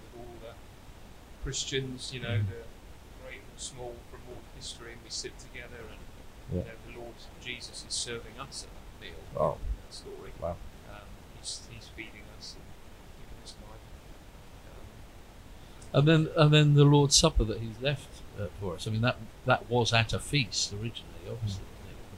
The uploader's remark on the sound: Apologies for the sound issues in this episode.